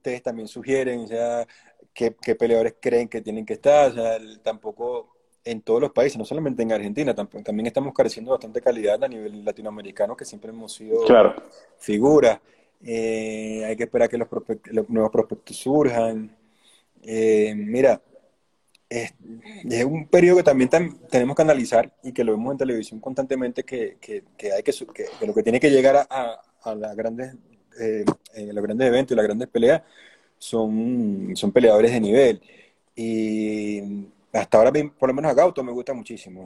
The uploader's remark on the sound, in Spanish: Aprovechó la cuarentena para, desde Colombia, hablar de todo.